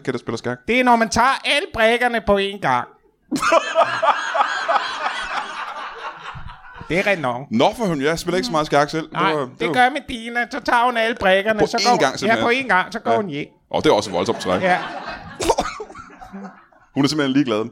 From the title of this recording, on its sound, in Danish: LIVE fra Kolding